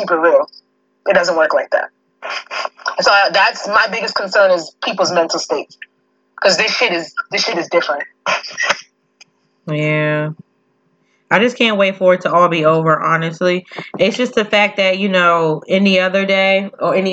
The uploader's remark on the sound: They come together via Facetime